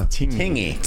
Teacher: In the Samoan language, the G's are pronounced as an NG sound.